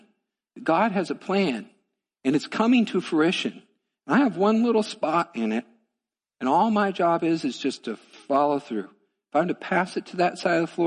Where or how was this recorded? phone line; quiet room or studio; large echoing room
large echoing room